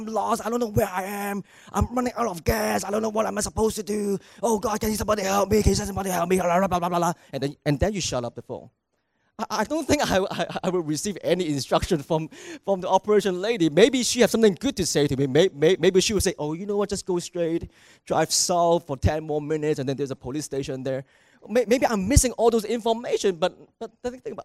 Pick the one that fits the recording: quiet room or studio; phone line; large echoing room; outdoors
large echoing room